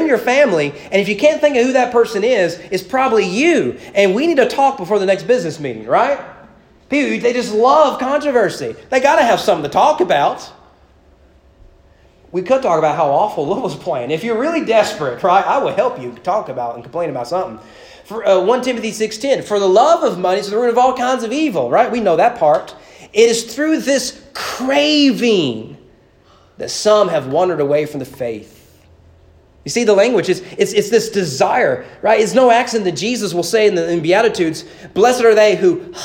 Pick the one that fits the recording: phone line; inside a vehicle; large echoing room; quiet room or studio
large echoing room